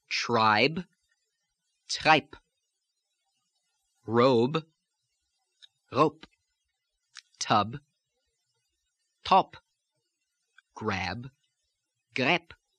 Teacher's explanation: We'll look at the B, the B, B, especially at the end of words. And it changes into a P, P, P, into a voiceless sound.